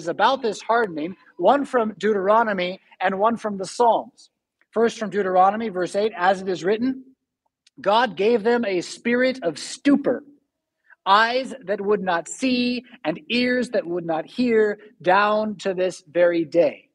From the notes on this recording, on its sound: Preached at St Paul Lutheran Church , Rockford, Illinois on July 3, 2022.